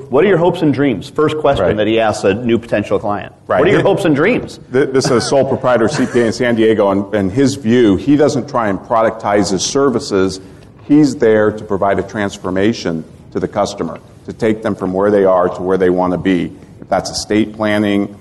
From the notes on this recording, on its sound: Were at Sage Summit 2017 in Atlanta and recorded an episode (or two) featuring a great panel discussion.